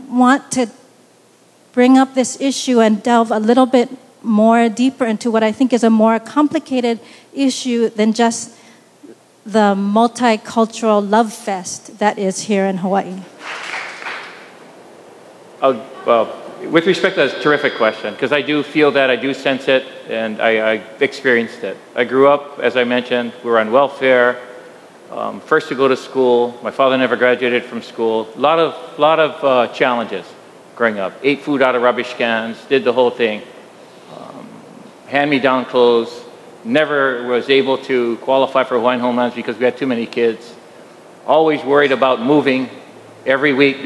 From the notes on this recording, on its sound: At the Kaka‘ako Agora in Honolulu, a panel